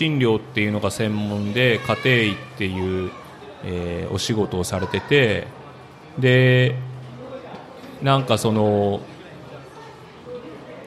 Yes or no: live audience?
yes